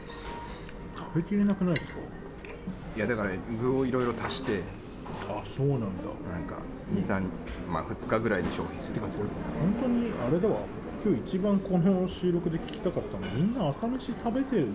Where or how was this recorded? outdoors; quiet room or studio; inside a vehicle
outdoors